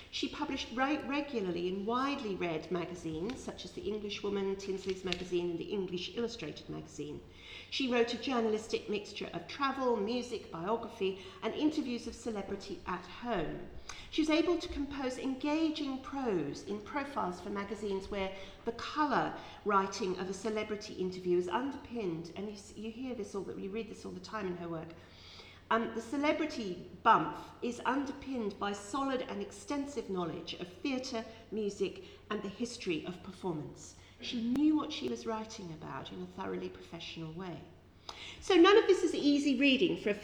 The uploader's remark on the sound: This podcast is one of ten podcasts recorded at the 'Silence in the Archives' conference hosted by the Oxford Centre of Life-Writing at Wolfson College, Oxford on 7 November 2015.